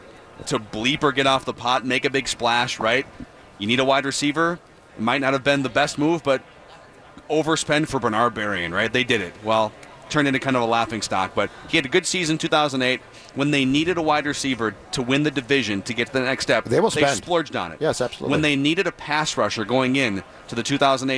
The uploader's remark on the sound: live from Radio Row all week